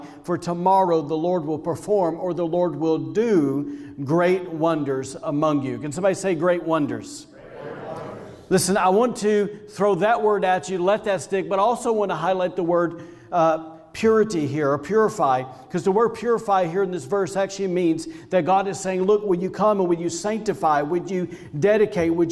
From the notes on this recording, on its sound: Was recorded on Sunday, February 14th, 2021, during service at The Anchor Church in Rockport, Maine. Audio from Video Used in message.